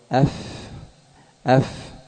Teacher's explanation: حروف الرخاوة مثالها مثلا الفاء، يجري فيها النفس ويجري فيها الصوت، فهي من الحروف الرخوة